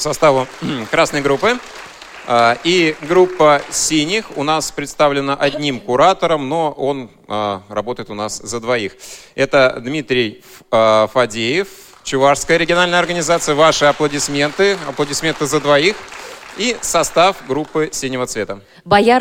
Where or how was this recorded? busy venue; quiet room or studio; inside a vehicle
busy venue